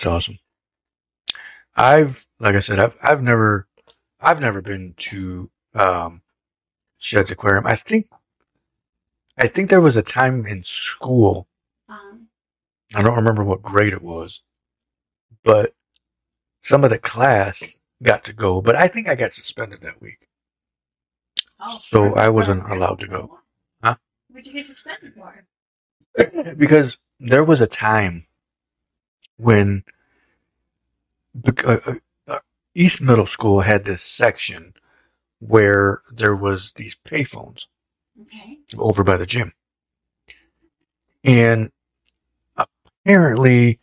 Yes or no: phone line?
no